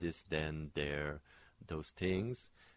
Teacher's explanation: we have Quebecois French speaking English, and they will replace th and the with ta and da